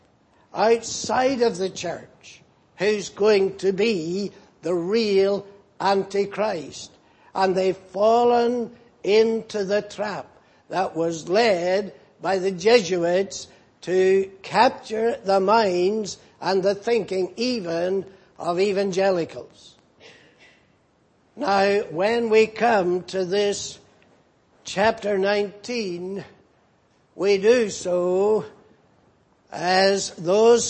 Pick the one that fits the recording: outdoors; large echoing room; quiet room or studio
large echoing room